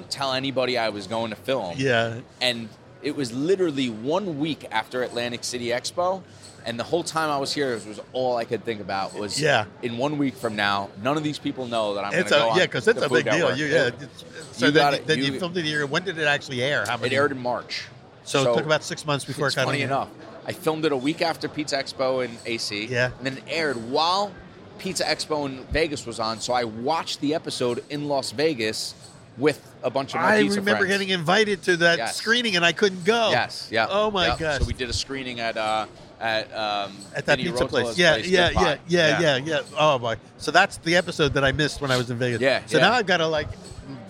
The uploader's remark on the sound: recorded at the Northeast Pizza and Pasta Expo in Atlantic City, NJ